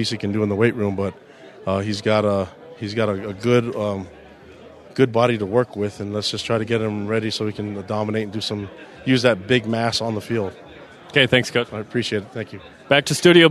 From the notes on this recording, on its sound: live from the SAB